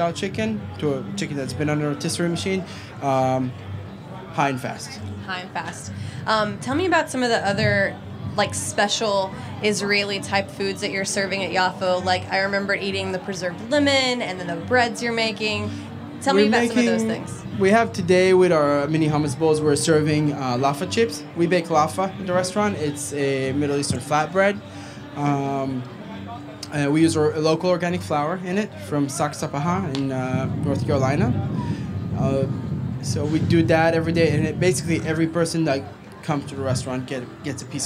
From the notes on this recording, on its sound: To kick off Charleston Wine + Food, we catch up with one of our favorite Charlotte-based chefs at the Springer Mountain Farms campfire!